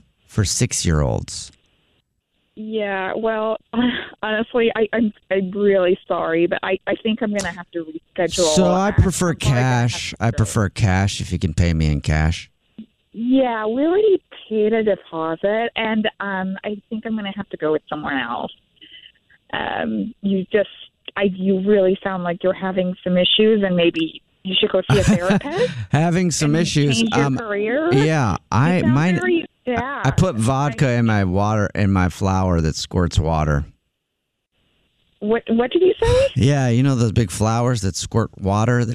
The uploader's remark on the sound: Phone Prank. Calls a woman to go over the details of her son's birthday party!